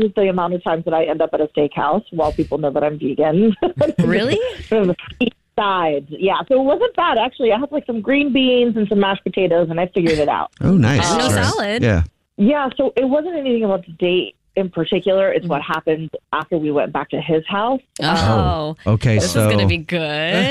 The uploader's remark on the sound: We get that other person on the phone